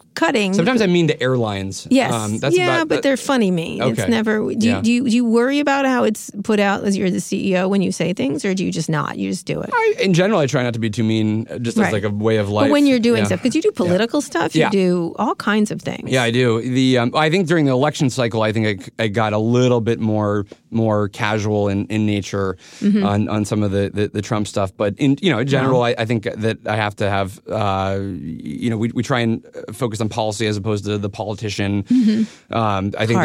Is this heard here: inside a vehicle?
no